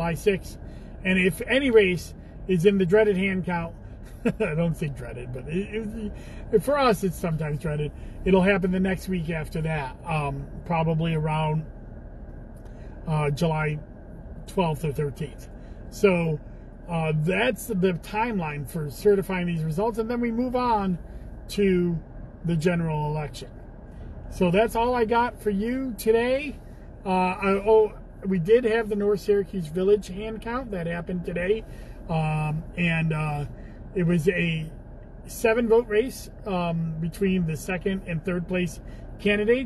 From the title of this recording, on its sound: Commissioner in a Car